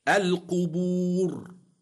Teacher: الراء ساكنة لأجل الوقف وقبلها واو مادية تفخم